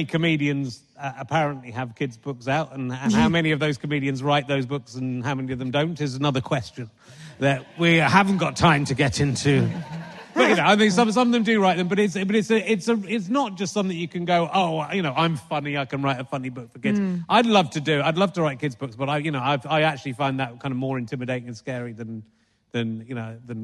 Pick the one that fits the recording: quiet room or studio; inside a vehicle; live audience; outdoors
live audience